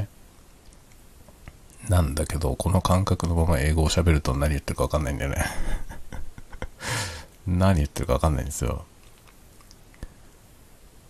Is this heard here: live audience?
no